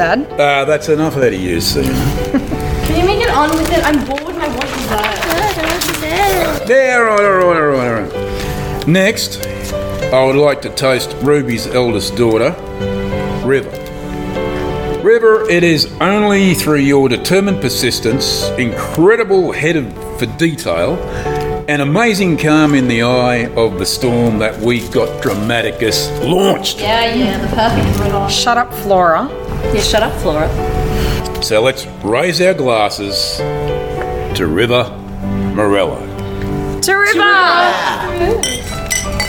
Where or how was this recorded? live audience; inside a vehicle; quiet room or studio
live audience